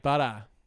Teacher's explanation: the Australians do more like a D, like butter